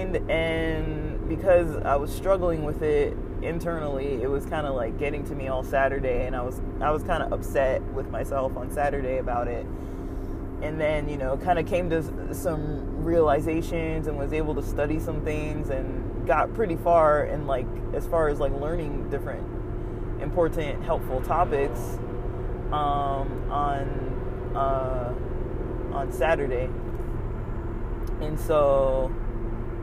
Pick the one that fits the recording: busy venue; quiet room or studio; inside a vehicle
inside a vehicle